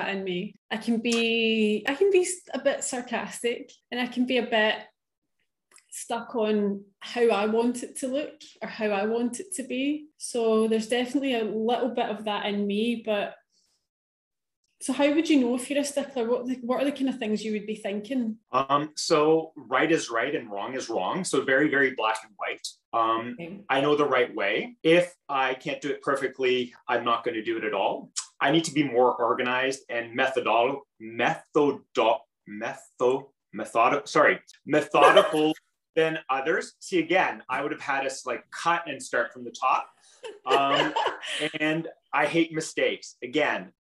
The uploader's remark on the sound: LIVE Q&A: Clubhouse